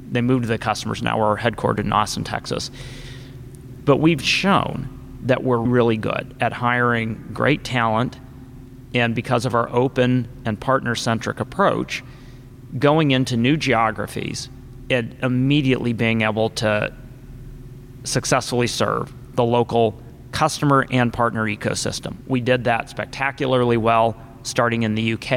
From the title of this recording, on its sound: Live from ShopTalk